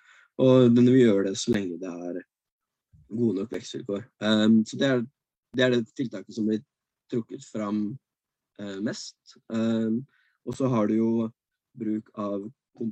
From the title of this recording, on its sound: Live Zoom